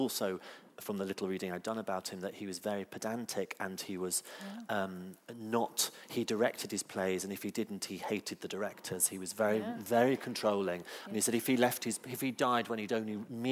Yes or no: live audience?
yes